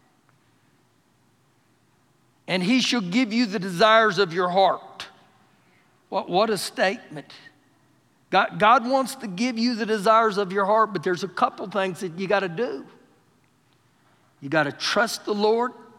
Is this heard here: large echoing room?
yes